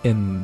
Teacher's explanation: in 读得很轻，然后 light 这是重读啊，稍微的读重一点，音调高一点